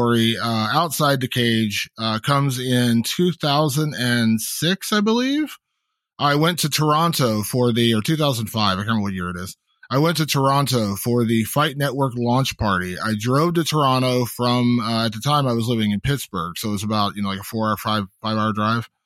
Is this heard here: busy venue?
no